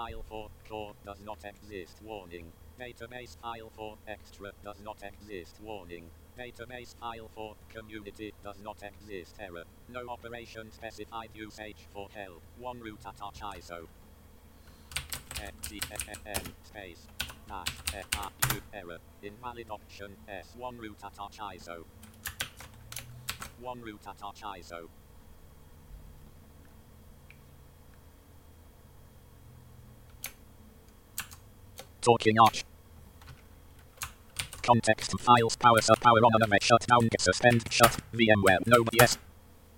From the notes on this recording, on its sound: The episode ends up abruptly after virtual recorder crashes.